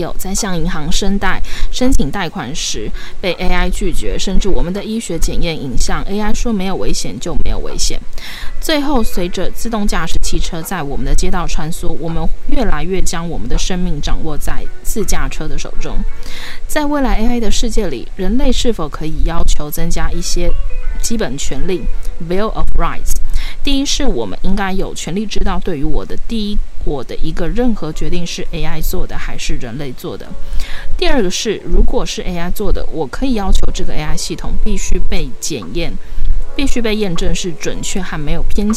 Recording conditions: background noise